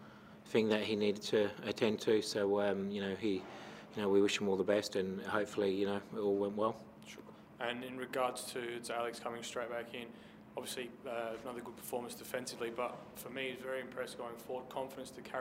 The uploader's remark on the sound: Post-Match Press Conference | Adelaide United v Macarthur FC.